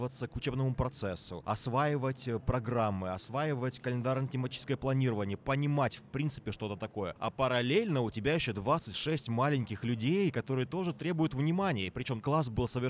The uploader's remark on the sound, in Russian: Третий эпизод у нас получился необычным, потому что мы записывали его на Форуме классных руководителей и наставников, который проходил в преддверии Дня учителя.